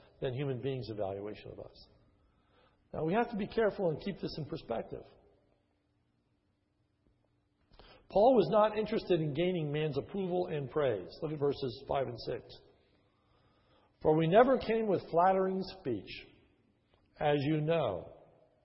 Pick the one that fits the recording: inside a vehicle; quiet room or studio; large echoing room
large echoing room